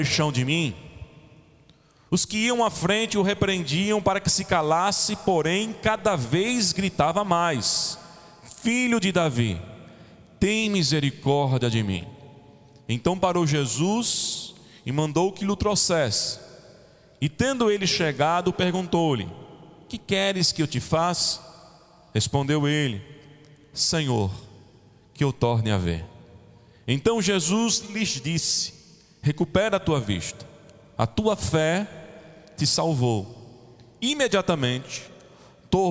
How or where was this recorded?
large echoing room